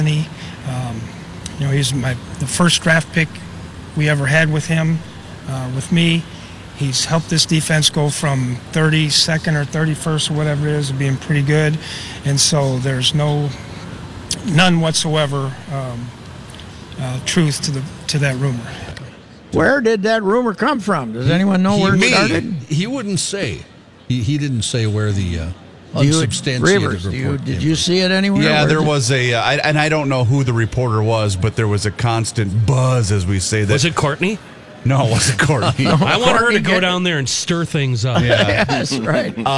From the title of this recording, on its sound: live at the 3M Championship at the TPC